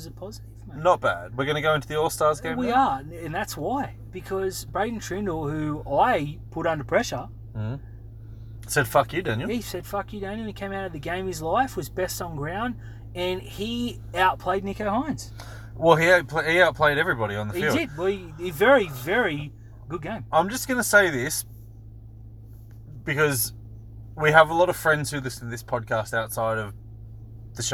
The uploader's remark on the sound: We're in the car